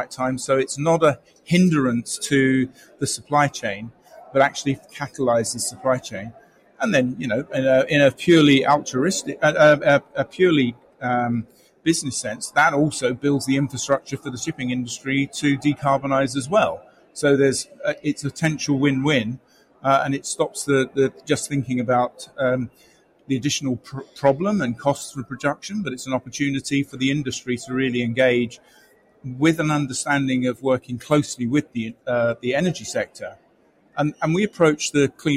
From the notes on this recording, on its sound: Amongst them sheltering from the monsoon rain was a crack squadron of shipping industry leaders. Report live from within the Clean Energy Ministerial meeting.